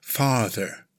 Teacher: Farther, again, first syllable is emphasized, the r sound. Slightly elongate the ah sound